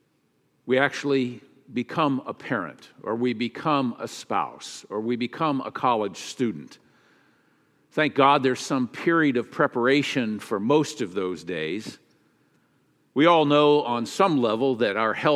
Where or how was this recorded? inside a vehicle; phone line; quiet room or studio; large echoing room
large echoing room